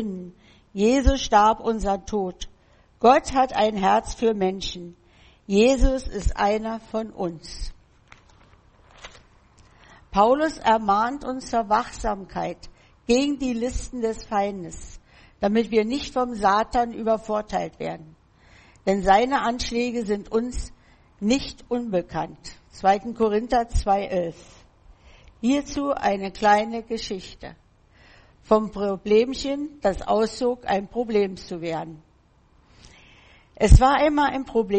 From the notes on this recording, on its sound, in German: im Gemeinde-Zentrum in Berlin aufgenommen.